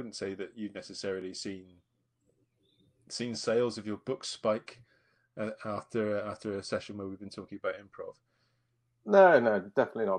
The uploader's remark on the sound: From Gloucestershire, Wiltshire and Florida! Run a live episode of The Agile Pubcast at the Agile Online Meetup. We took questions from the listeners.